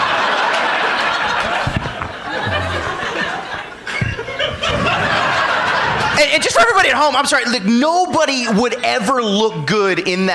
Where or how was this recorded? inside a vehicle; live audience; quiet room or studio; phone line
live audience